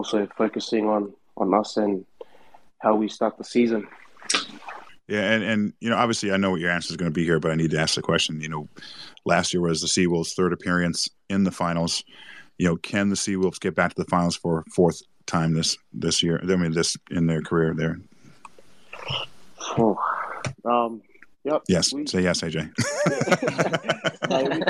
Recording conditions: video call